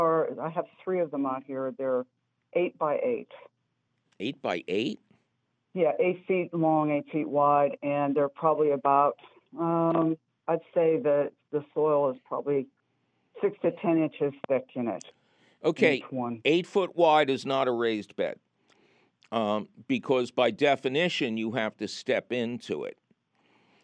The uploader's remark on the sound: your foul ball phone calls